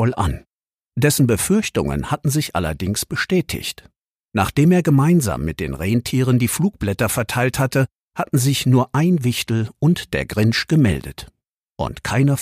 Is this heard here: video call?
no